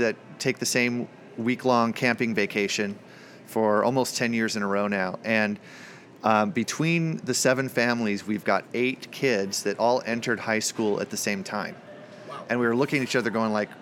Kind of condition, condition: setting, busy venue